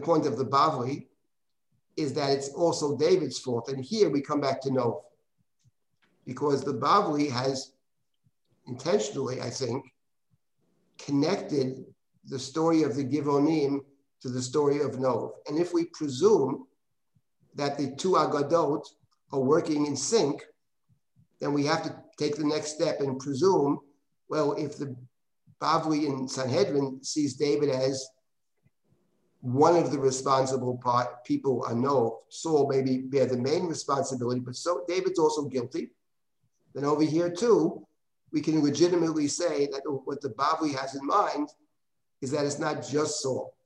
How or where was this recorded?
video call